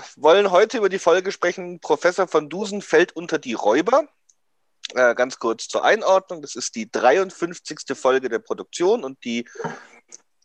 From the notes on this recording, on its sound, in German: haben wir dieses mal unser Zoom Meeting aufgenommen